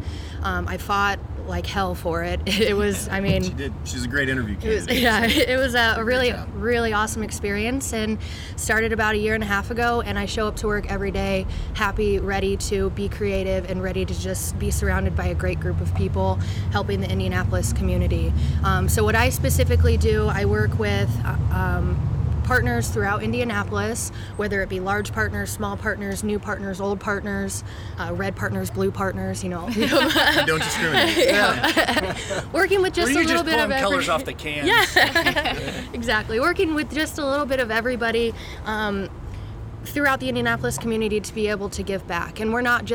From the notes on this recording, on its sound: LIVE at Sun King Brewery in downtown Indianapolis!